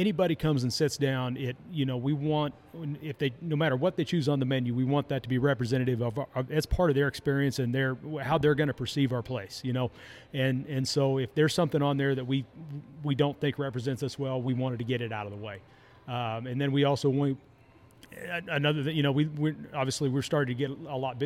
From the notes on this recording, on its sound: We left the studio and went on location for this episode at the Prickly Pear Grill and Cantina in Salina!